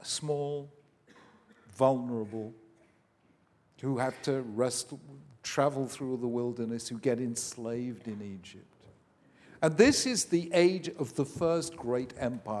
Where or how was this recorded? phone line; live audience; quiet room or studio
live audience